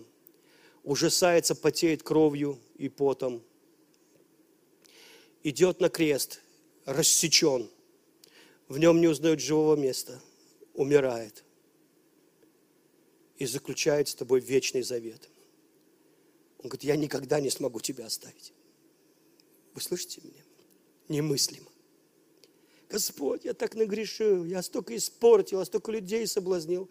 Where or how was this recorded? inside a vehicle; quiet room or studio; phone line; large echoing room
large echoing room